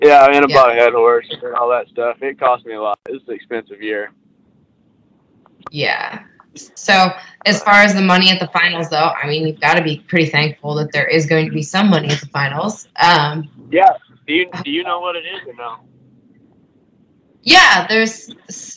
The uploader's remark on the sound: this off the cuff phone call came together as an interview for this podcast